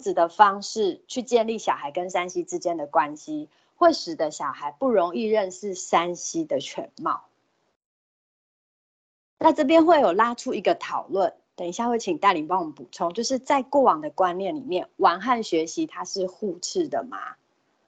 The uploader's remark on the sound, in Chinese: 此為線上課程錄音檔。